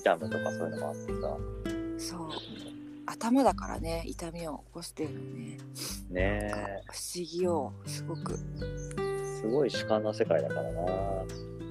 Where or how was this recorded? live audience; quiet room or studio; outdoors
outdoors